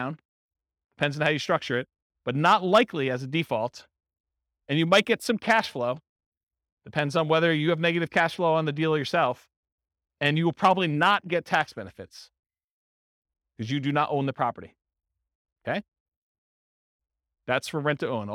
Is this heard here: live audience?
yes